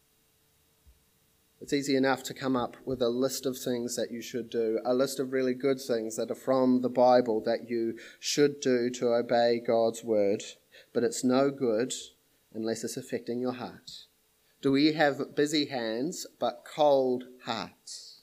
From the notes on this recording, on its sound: This sermon was preached at Papakura Baptist Church on the 24th of January, 2021